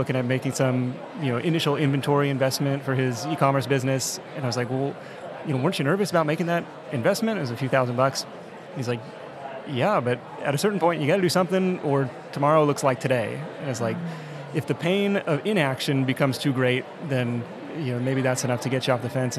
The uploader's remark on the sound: We asked an All-Star panel that you can only put together at a big conference like FinCon. We're recording LIVE from the moomoo podcast booth at FinCon 2023.